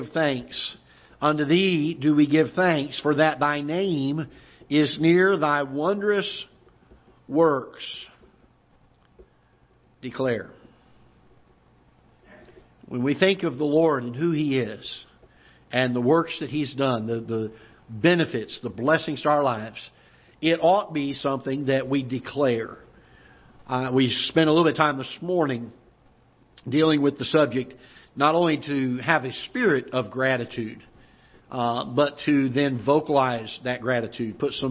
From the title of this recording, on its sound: Ketha Heights Baptist Church ~ Live Broadcast